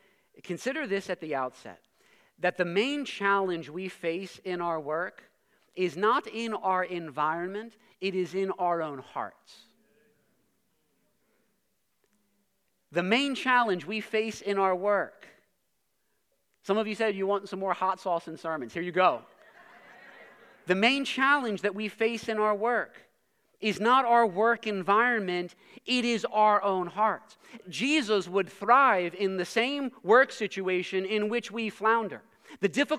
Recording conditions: large echoing room